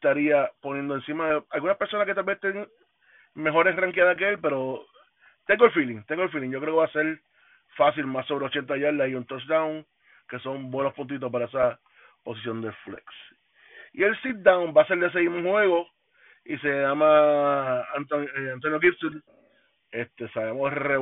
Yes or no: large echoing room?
no